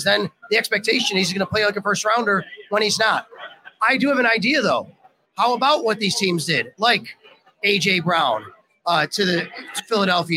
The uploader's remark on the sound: Live show from Wingnutz. Live from Wingnutz at 700 Military Rd.